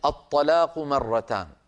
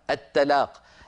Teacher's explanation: يعني مثلا عندنا في القرآن كلمة الطلاق مرتان، الطاء مفخمة، لو رققناها تصير التاء، التلاق، التلاق صارت من التلاقي، والطلاق صارت من التطليق، اختلف المعنى مجرد تفخيم وترقيق.